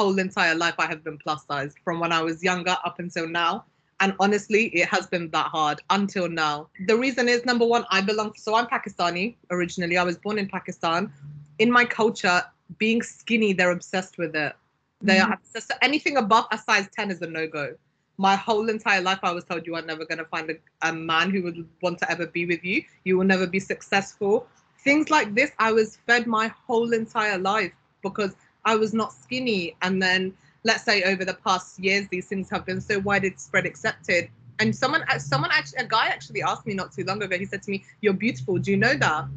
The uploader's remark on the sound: All podcasts are recorded over Microsoft teams and are within the guidelines of lockdown. This podcast was recorded during England's second lockdown.